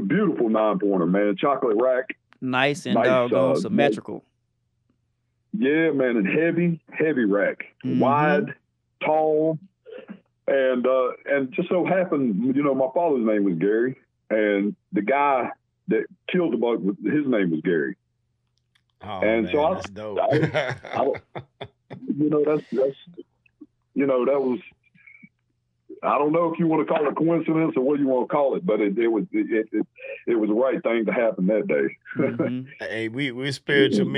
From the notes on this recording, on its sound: special call in guest